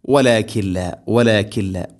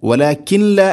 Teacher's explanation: നൂനിനെ ലാമിലേക്ക് ഇദ്ഗാം ചെയ്യണം, മണിക്കാതെ ഇദ്ഗാം ചെയ്യണം. · Shown in: first take · Term: ബിലാഗുന്ന